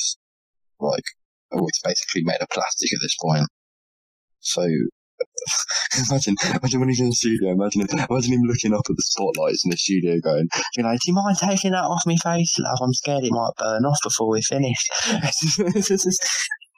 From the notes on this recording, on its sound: We tried something new with the recording this time and whilst the sound quality isn’t quite as good.